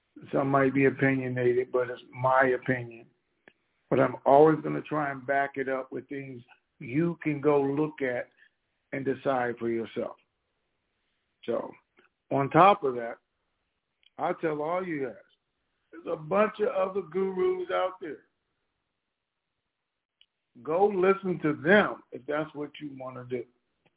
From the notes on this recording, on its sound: TNTSuperfantastic Conference Call